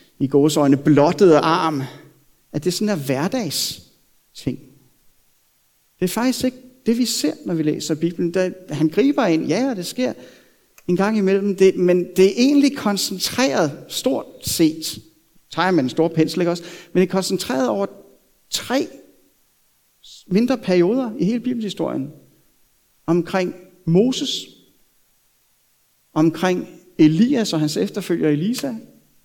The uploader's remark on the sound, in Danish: prædiken er optaget fra Københavnerkirken